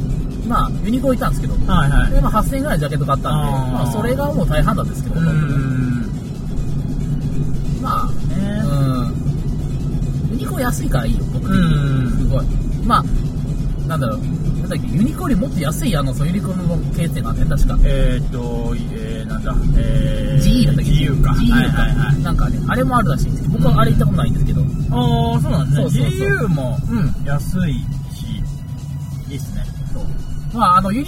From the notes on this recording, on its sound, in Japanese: 久々の車内収録